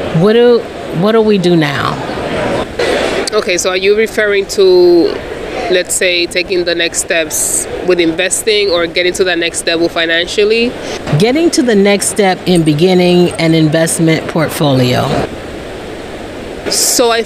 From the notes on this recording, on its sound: LIVE from the conference floors of FinCon22.